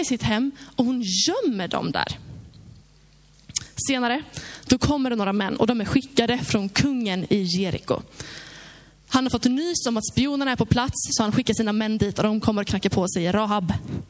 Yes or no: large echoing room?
yes